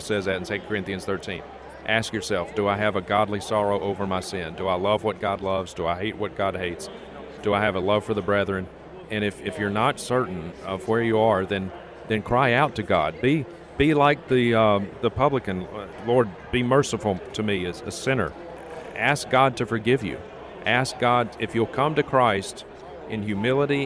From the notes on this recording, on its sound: We caught up with him at the G3 National Conference, in Atlanta, Georgia, where he was speaking.